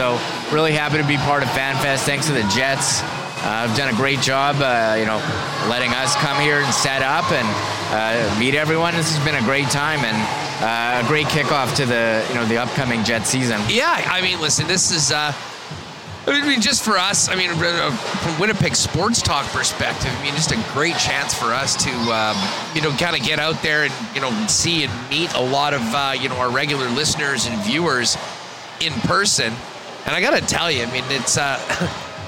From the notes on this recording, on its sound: WST LIVE at Fan Fest 2023. They are live from the hockey for all centre for Day 3 of Winnipeg Jets Training Camp for Winnipeg Jets fan fest.